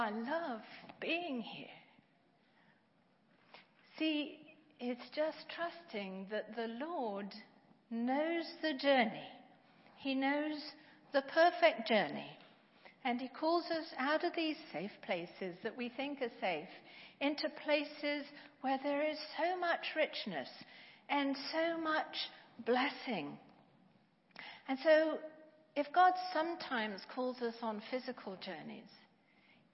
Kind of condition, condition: setting, large echoing room